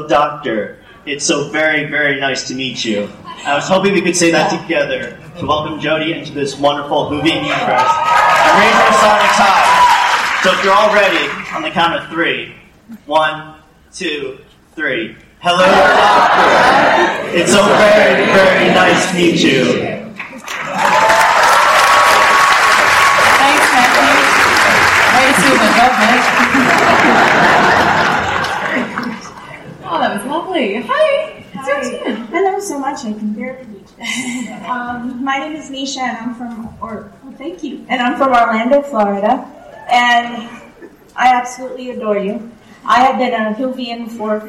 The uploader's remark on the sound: Our new best friend provides the audio of the NYCC "Doctor Who" panel. The audience reacts to watching the Series 11 first episode "The Women Who Fell to Earth,".